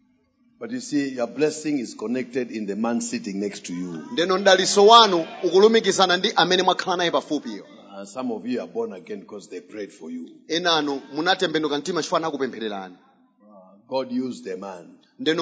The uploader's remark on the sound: Preached at the Shiloh Night at Word Alive Blantyre City Church on 19th February 2023